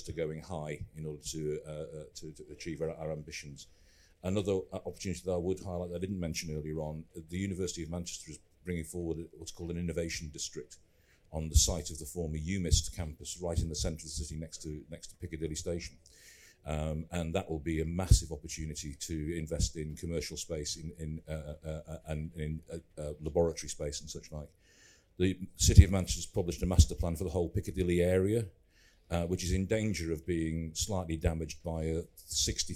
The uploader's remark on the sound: At the MIPIM conference in Cannes last week. In this live recording that took place in the EG Pavilion.